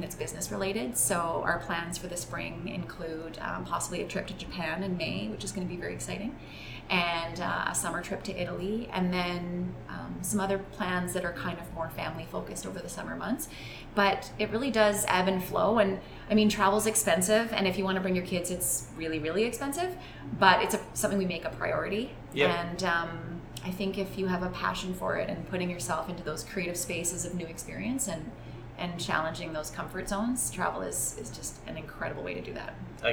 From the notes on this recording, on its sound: Episode 34 was recorded right inside the Sherwood Park Glow Juicery while we both drank Glow Juice.